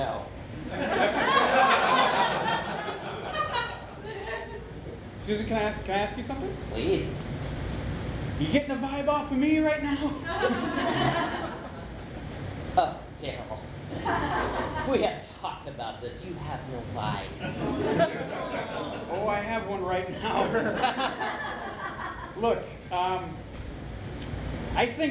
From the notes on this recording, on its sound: This one is coming to you from the 2016 Detroit Improv Festival! Recorded live at Go! Comedy Theater in Ferndale, MI, in front of an awesome crowd at a festival packed with some incredible talent. This is the first of five special episodes all recorded at DIF this year!